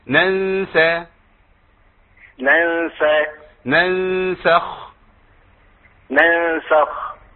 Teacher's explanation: لما نيجي عند الخاء نعمل التبوزة البسيطة بس مع السين لازم الابتسامة تبقى معايا على طول. ننسى ننسخ مع الخاء بس ابتدي ايه اخد دوران للشفتين كده بشكل بسيط.